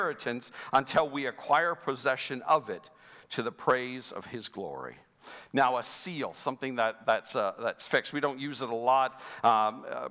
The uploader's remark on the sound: Sunday Service live broadcast.